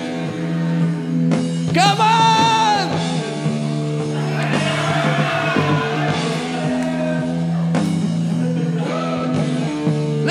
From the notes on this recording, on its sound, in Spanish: En este episodio en vivo desde Artisán Brew Pub